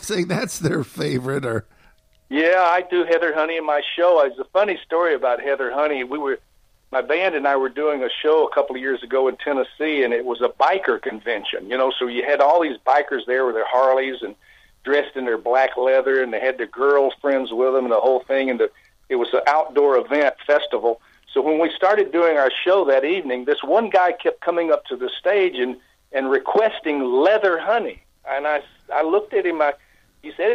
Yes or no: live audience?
no